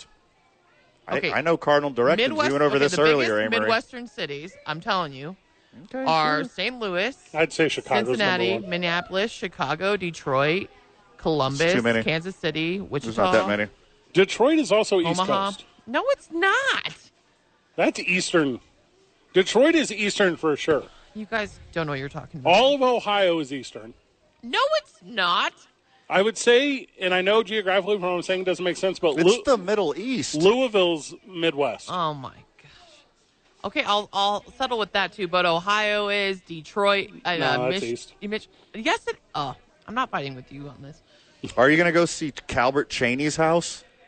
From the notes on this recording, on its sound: live from YMCA